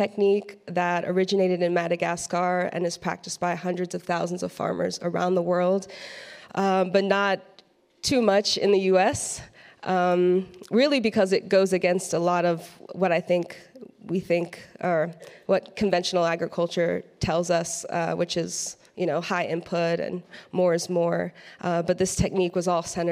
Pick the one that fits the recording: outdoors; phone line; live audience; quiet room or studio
live audience